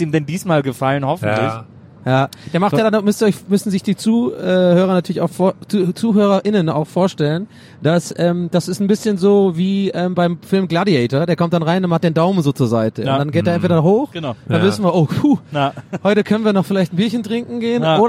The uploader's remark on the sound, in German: Auf dem Weg zur nächsten Show haben wir dieses Mal eine Geisterbahn auf der Autobahn aufgenommen.